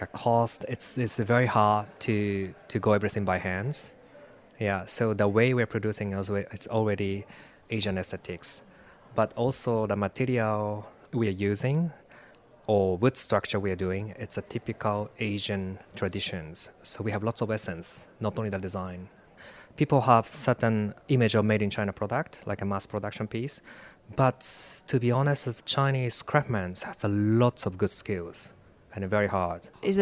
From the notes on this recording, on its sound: broadcast live from Salone del Mobile in Milan